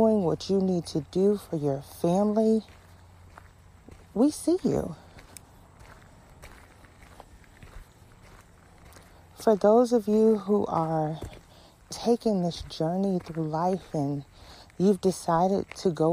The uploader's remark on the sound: This episode was recorded during a walk